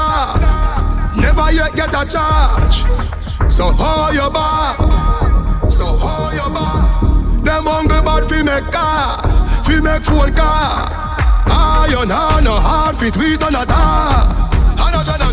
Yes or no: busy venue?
yes